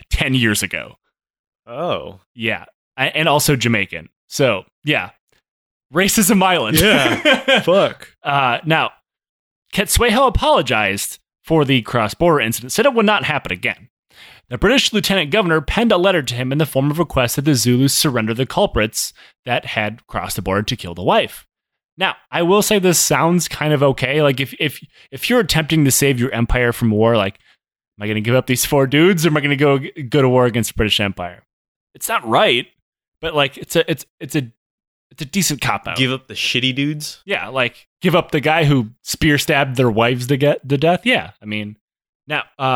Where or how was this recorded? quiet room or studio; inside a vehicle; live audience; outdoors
quiet room or studio